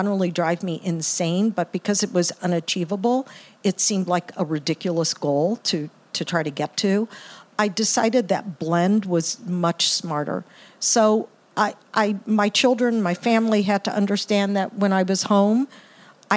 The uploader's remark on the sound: at SXSW for the first ever live broadcast of the show